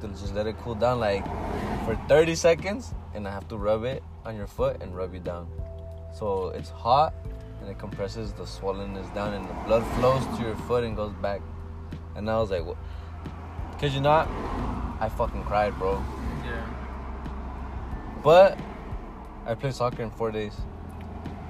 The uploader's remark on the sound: We tend to smoke & drink at this certain spot ! Trying to do these episodes outside.